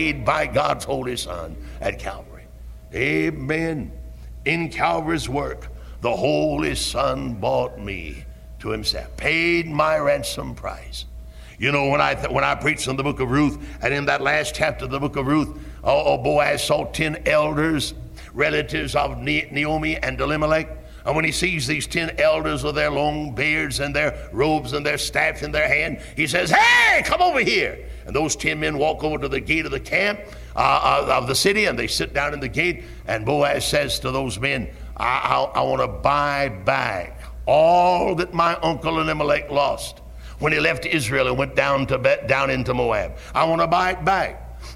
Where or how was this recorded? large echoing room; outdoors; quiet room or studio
large echoing room